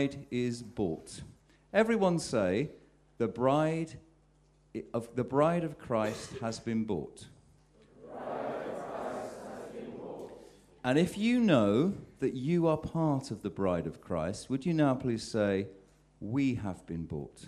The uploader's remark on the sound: Sermon at St James Alperton